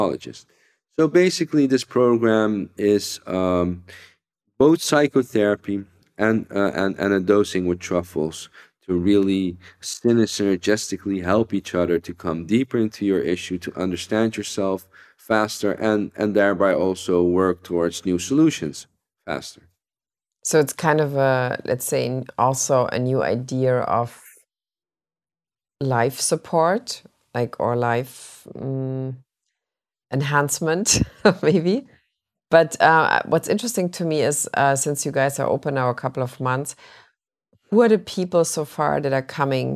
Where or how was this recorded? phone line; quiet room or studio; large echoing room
quiet room or studio